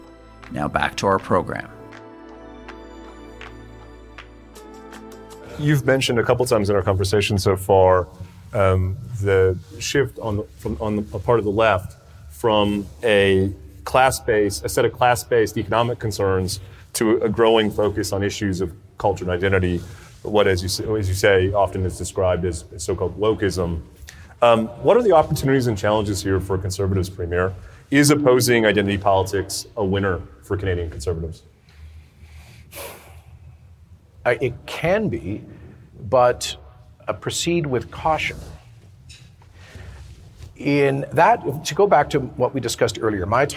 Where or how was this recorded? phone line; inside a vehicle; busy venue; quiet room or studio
busy venue